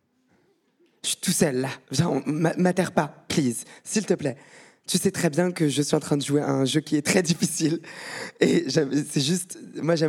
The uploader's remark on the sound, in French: Enregistré en direct au Paris Podcast Festival 2022 à la Gaîté Lyrique. A été enregistré en direct et devant le public du Paris Podcast Festival à la Gaîté Lyrique.